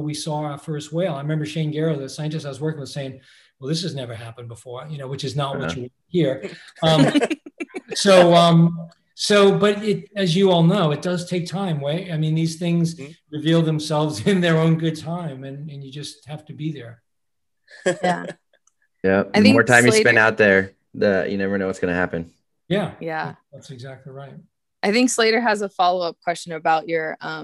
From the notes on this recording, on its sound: We were able to have a zoom call interview.